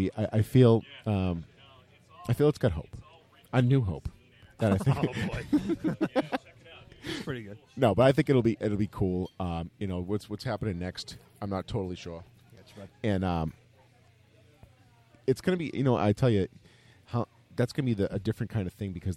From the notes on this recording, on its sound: enjoy all the interviews, nonsense, background noise and beer sipping goodness